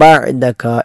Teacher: ബഅദക എന്നതിലെ ഐൻ തൊണ്ടയുടെ മധ്യഭാഗത്ത് നിന്നും പുറപ്പെടേണ്ട അക്ഷരമാണ്.